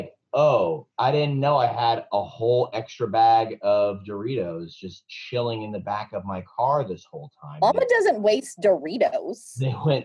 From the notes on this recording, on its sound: connect over zoom